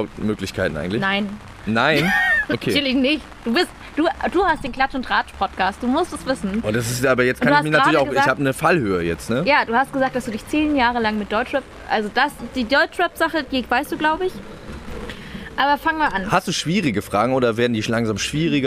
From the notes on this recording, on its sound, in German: auf dem Hanse Song Festival interviewt.